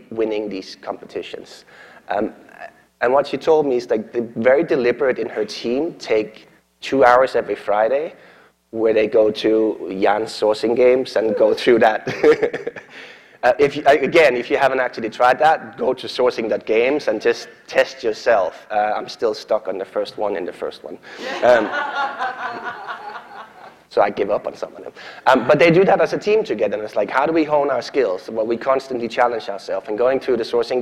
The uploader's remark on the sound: keynote at SourceCon in Seattle in 2019